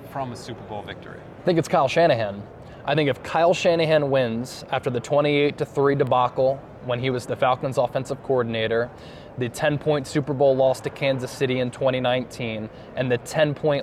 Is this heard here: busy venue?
yes